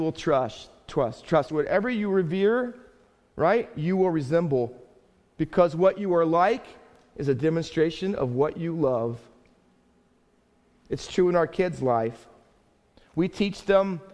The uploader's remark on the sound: Faith Baptist Church in Hamilton, NJ.